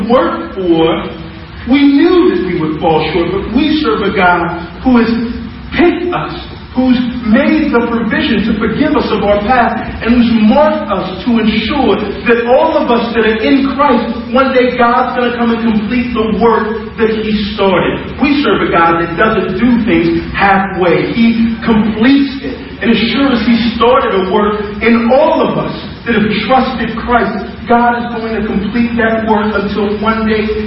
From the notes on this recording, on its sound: For our First Service as Cornerstone Church. We apologize for the low audio quality.